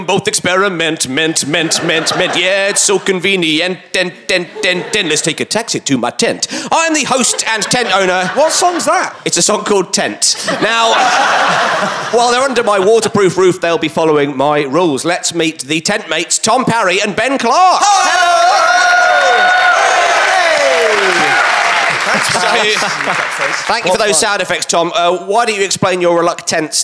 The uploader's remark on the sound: It's a camping special recorded at the wonderful Machynlleth Comedy Festival in May 2013.